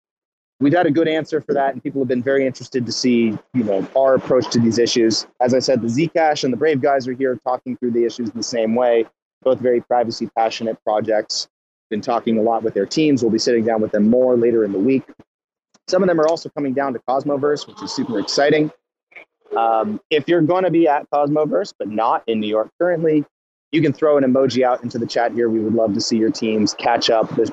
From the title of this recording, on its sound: Secret Spaces: Live from Mainnet 2022 by Messari